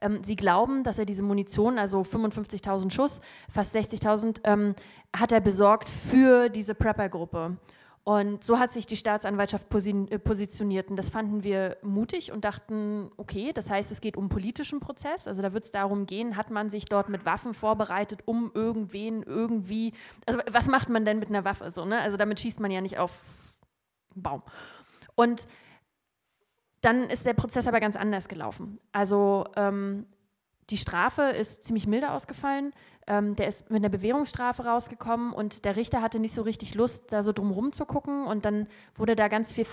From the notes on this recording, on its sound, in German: Heute haben wir ein ganzes Theater voll. Den Livemitschnitt einer Podiumsdiskussion aus dem Orangerie Theater.